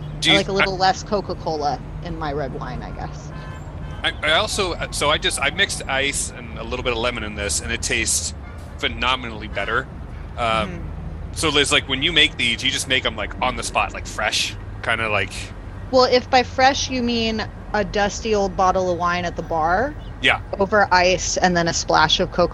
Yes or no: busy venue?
yes